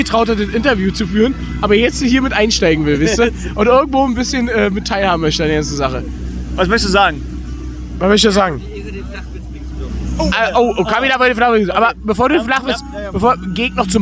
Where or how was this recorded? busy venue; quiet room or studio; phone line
busy venue